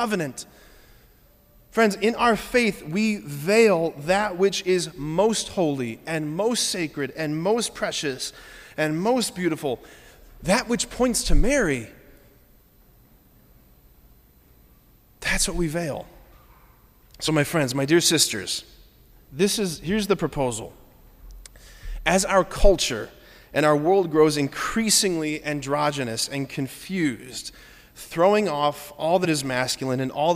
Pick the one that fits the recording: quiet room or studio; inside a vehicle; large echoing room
large echoing room